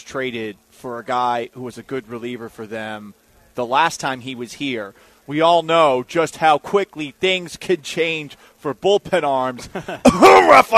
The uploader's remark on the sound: LIVE from Circa Resort & Casino in Las Vegas!